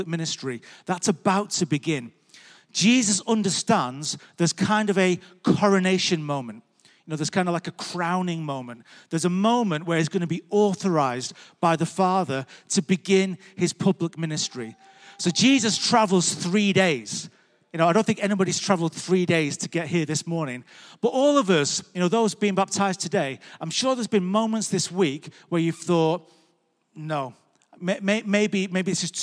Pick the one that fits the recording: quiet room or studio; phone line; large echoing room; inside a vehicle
large echoing room